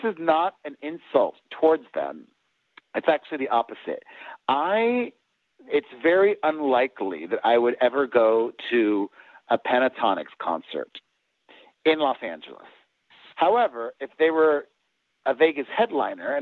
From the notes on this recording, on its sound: Called into the Rock Line last Season.